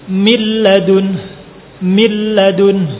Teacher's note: Kemudian bagian kedua, bi ghairi ghunnah, tanpa ada ghunnahnya, yaitu ketika nun sukun atau tanwin bertemu dengan salah satu dari dua huruf, yaitu lam atau ra, maka tidak dibaca ghunnah. Contohnya nun sukun bertemu dengan lam, milladun, milladun, tidak dibaca dengan ghunnah